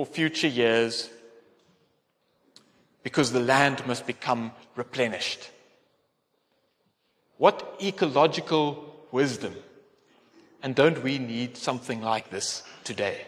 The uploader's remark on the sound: Sermon delivered in Athlone at the Calvyn Protestant Church during a combined service on 22 October 2023.